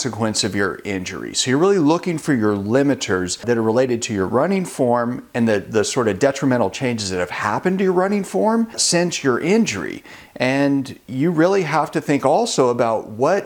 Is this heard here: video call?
no